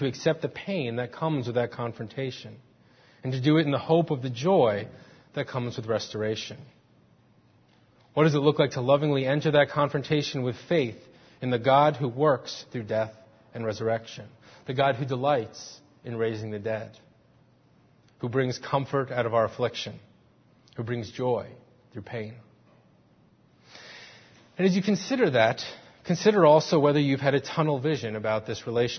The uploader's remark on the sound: Faith Presbyterian Church – Morning Service